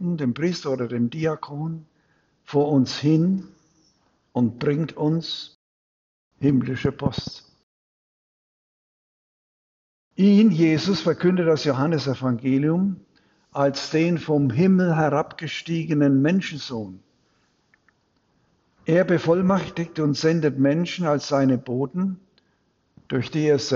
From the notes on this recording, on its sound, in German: Predigt am Dreifaltigkeitssonntag in Großenbuch und Dormitz